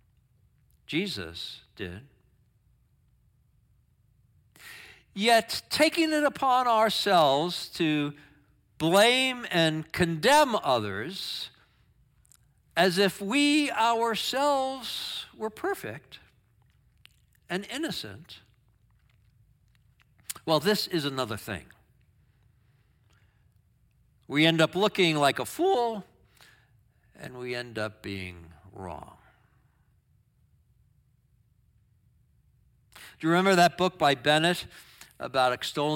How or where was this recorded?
large echoing room